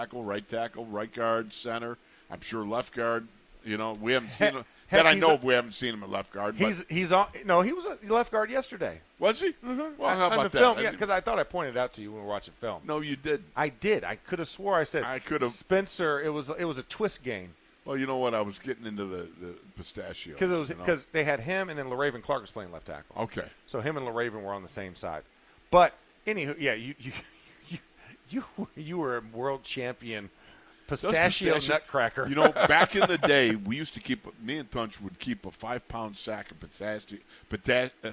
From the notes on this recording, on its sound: In the Locker Room Live from Steelers Camp.